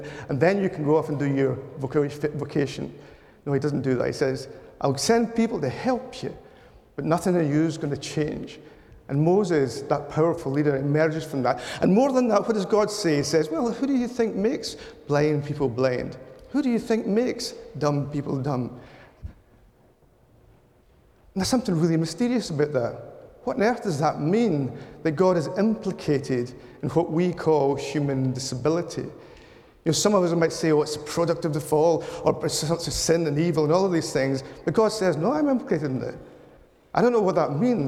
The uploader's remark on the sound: This talk was delivered at the Theology Slam competition last month